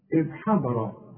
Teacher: هنقول حاء والضاد هي المفخمة مع الراء المفخمة